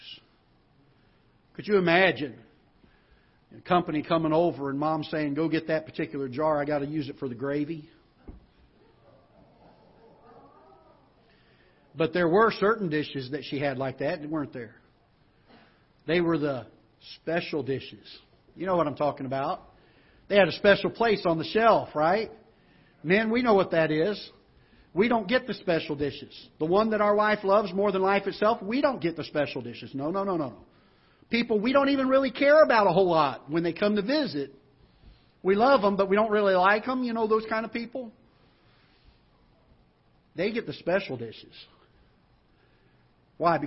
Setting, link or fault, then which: setting, large echoing room